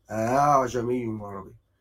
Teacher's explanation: بيسهل الهمزة الثانية بينها وبين الألف · Term: الهمزة الثانية مسهلة